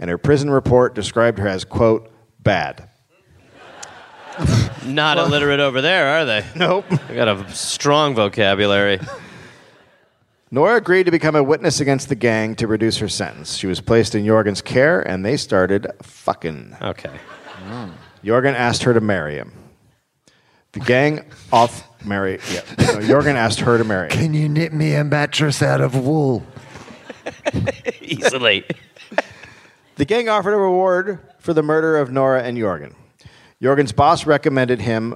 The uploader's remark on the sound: Live in Brisbane